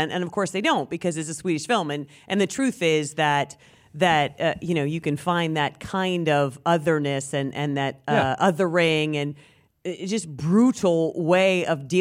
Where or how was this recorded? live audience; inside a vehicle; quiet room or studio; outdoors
live audience